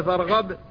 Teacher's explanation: فيما لو قلت فإذا فرغت فانصب وإلى ربك فارغب، فارغب أظهرتها تمام الإظهار، القلقلة هنا ظاهرة جدا لأن المقلقل ساكن في الوقف